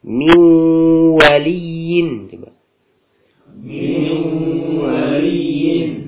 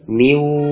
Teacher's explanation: Ketika min waliyin, ini suara masuk ke hidung. · Shown in: first take · Jangan cuma sekedar miu. · Term: idgham bighunnah